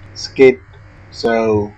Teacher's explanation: With secondary stress on the first and primary stress on the third syllable. Use bit vowel, both vowel, beat vowel, and beer vowel.